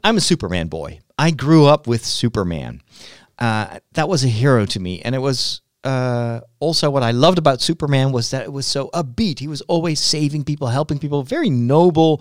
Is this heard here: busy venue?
no